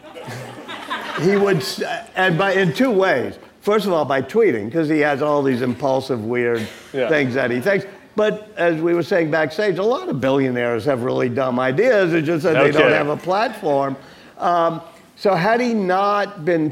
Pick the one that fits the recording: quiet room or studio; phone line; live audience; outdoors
live audience